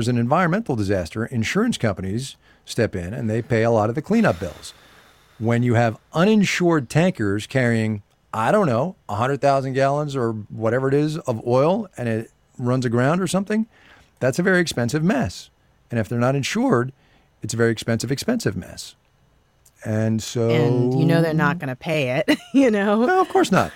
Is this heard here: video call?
no